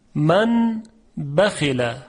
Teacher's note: نون قلب به میم میشه، من بخیل. منتها این میم میمی است که با غنه همراه به اندازه دو حرکت.